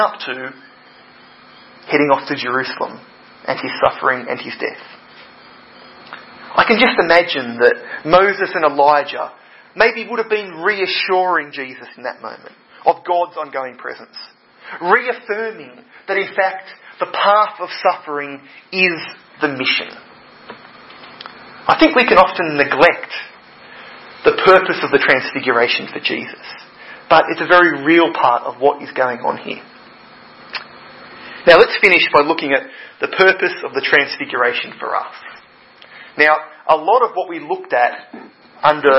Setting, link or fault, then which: setting, large echoing room